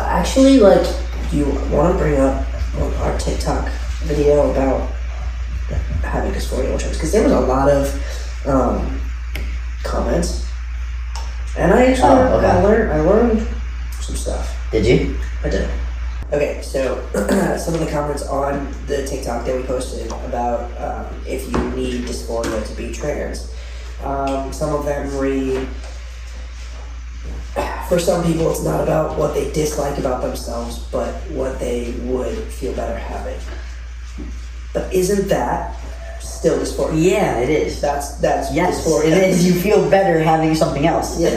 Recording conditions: poor microphone